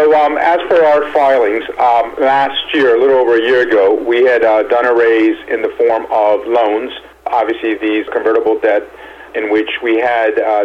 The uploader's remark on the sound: called in to SmallCapVoice.